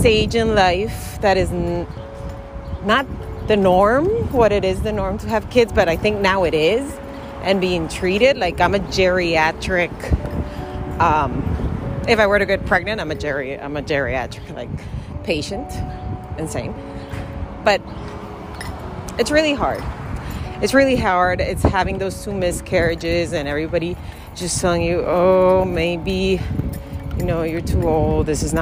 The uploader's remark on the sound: Just out for a walk. First time ever recording.